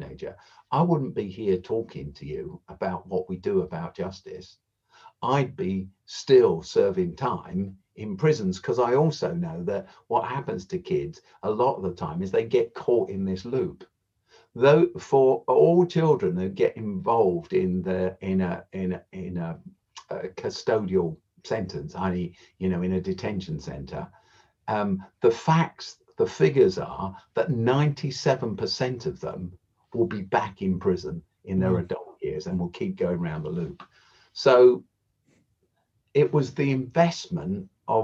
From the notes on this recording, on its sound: This episode was recorded online